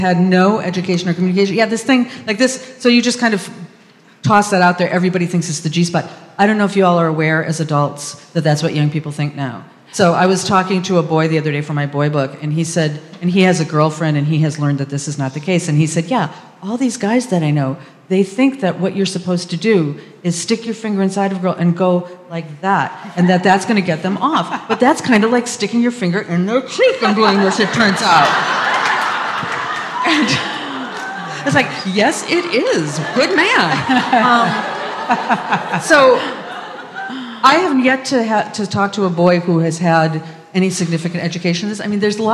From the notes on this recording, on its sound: discussion with a live audience